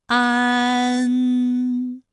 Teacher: 口型由开到合，舌位移动比较大